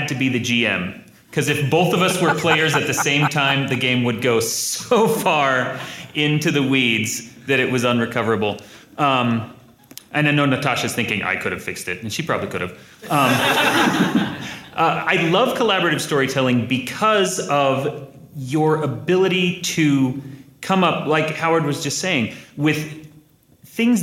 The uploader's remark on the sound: This episode was recorded live at LTUE